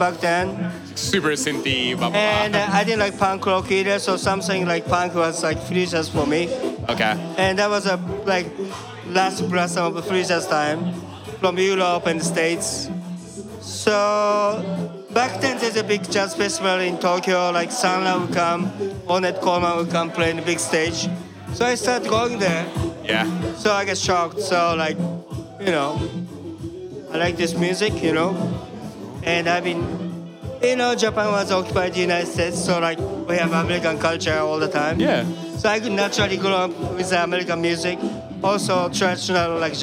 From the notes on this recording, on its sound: Recorded on November 21, 2018 at Kinfolk 90 in Brooklyn, NY. Basslines & Banter is a visual podcast that is recorded live at the party which shares the same name.